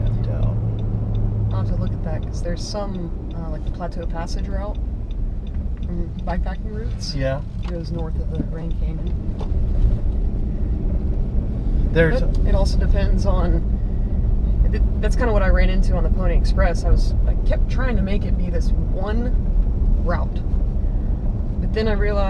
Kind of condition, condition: setting, inside a vehicle